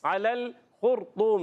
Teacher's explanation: خا ادا ہوتا ہے حلق کے اوپر والے حصے سے. خر را کو ہلانا نہیں، تکرار اصلی نہیں کرنی.